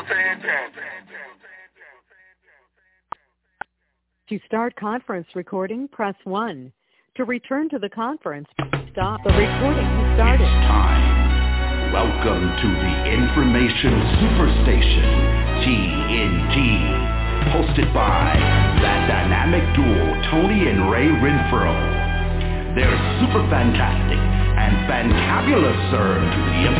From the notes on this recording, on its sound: TNTSuperfantastic Conference Call